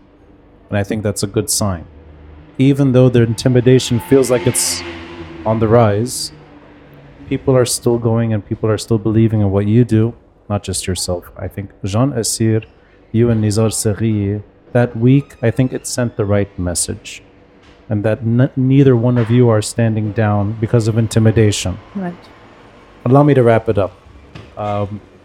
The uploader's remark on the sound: Live Video. Recorded live at Aaliya’s Books.